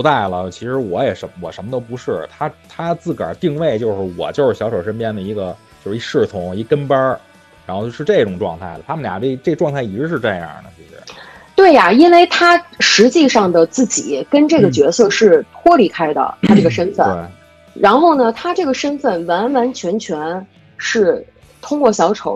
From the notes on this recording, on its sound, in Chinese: 特殊时期，线上录音，效果不好